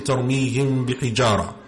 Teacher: So you have the ميم with the سكون، then the باء which comes in the next word. So you make the غنة sound. It's as if you're hiding that ميم sound behind the باء. · Term: إخفاء